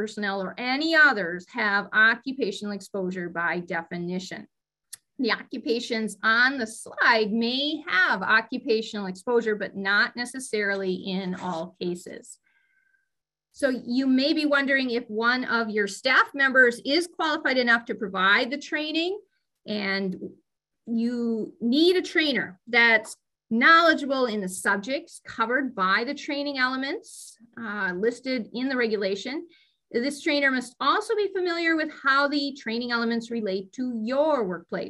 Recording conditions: video call